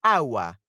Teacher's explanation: la palabra agua empieza por la A tónica, la sílaba que se pronuncia más fuerte, agua. Así que si utilizáramos el artículo la, tendríamos que decir la agua, que no suena bien.